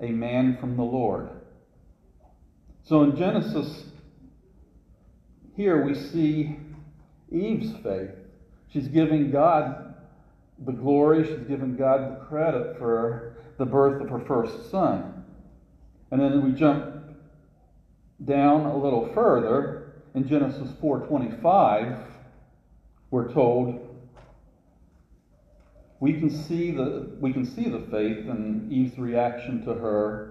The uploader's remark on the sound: This sermon was recorded live at CrossRoads Baptist church for their 20-20-20 service.